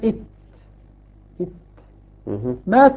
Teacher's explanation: التاء حرف شديد وليس حرف الرخوة حتى يجري الصوت فيه، يعني هو الهمس يجري معها النفس.